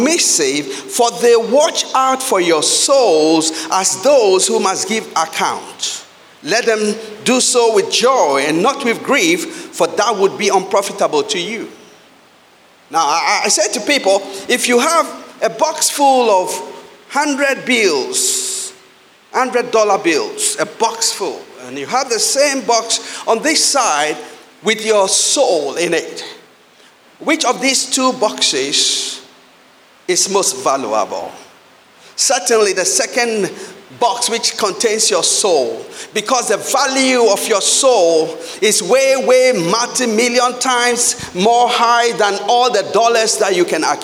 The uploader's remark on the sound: Sermon preached at CBC Shiashie Campus